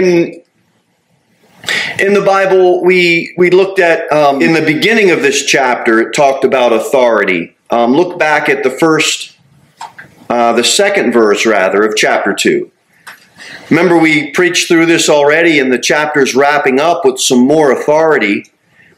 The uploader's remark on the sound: Sermon delivered at Pilgrim Baptist Church on Sunday, September 3, 2023, at 2-15 pm.